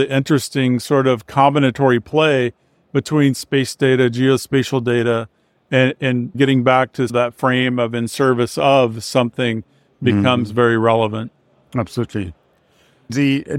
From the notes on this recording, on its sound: Live from Intergeo. At the Intergeo 2023 in Berlin.